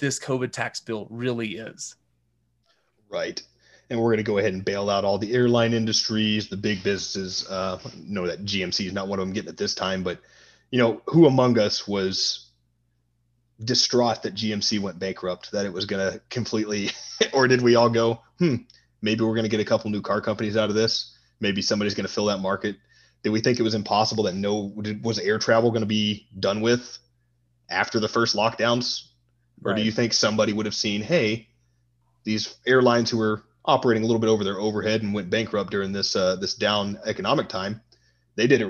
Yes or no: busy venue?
no